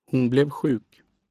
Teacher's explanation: when there is a complement, the complement is stressed, but the verb is not.